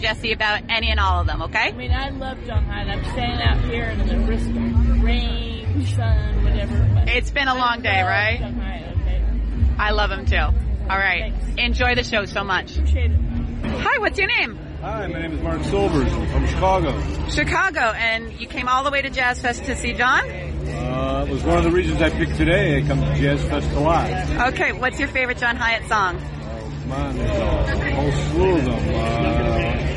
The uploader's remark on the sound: Fans on the Fairgrounds - Live by Tape. After a day of pouring down rain, our brave co-host pulled out her trusty recorder and got comments and reactions from many members of the audience waiting for the man, himself to perform.